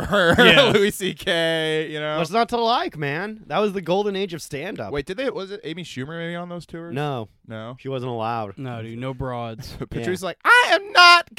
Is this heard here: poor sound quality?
no